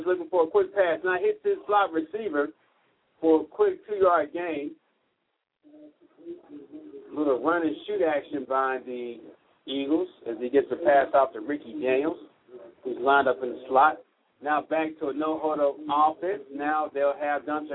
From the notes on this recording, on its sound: Live broadcast of Texas 5A high school football